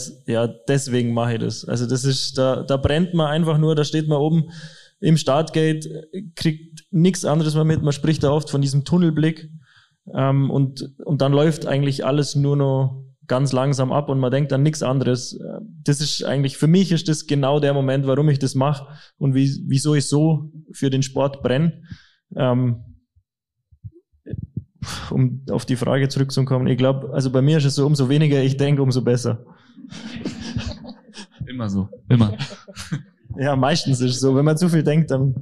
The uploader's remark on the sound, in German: live on stage beim FESTIVAL FIVE 2023.